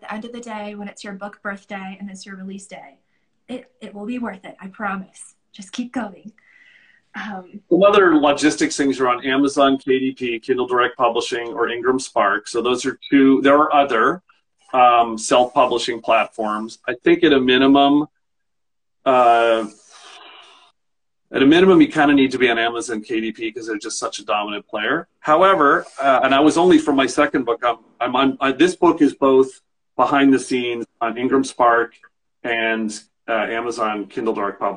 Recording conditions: video call